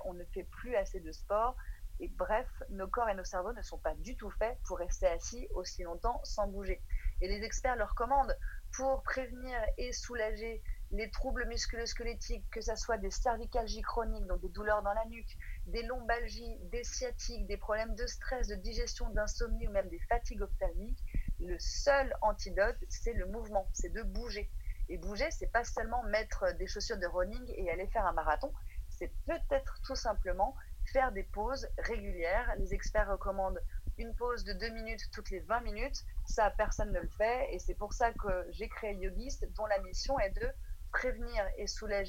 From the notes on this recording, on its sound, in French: enregistré à distance (confinement oblige)